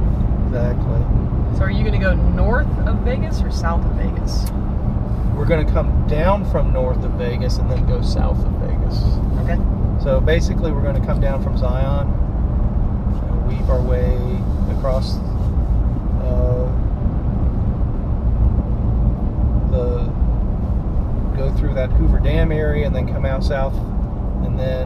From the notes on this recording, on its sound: Scouting a route. Some background noise while driving around.